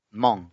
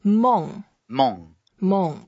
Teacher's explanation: Mong is the fourth tone, so we go down, is the angry sound.